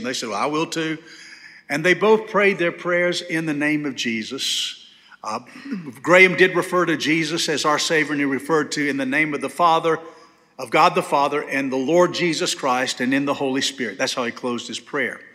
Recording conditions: large echoing room